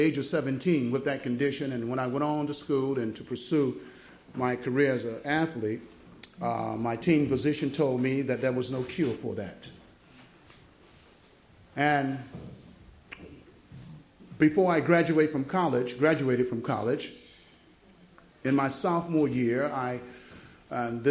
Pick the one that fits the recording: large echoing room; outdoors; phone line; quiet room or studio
large echoing room